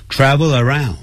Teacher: around,是元音所以 travel around 就合着它一起念产生连音